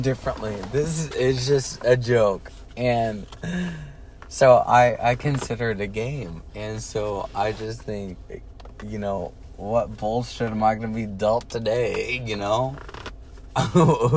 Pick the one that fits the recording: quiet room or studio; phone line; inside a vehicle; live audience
inside a vehicle